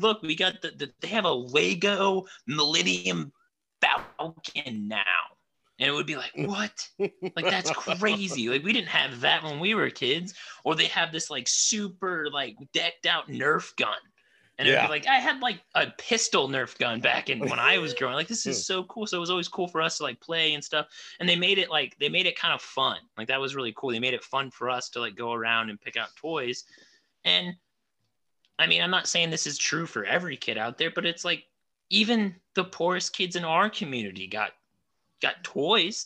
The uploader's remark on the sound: Just a simple Zoom meeting, Hitting record, and seeing what is behind the curtain.